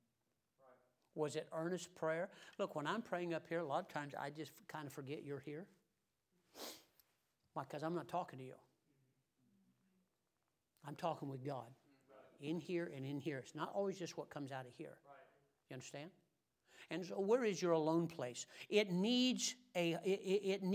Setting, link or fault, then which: setting, large echoing room